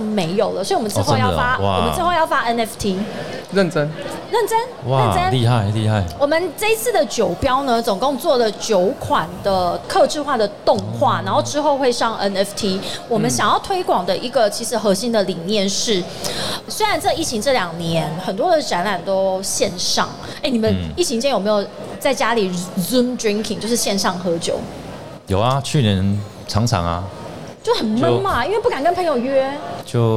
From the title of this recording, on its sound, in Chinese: 2022 Taipei Cycle台北國際自行車展-Live Podcast